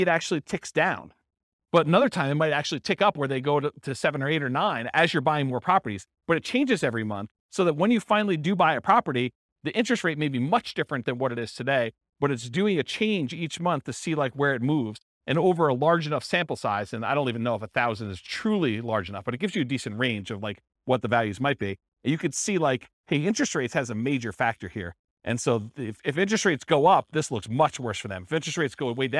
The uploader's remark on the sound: This was a live class recorded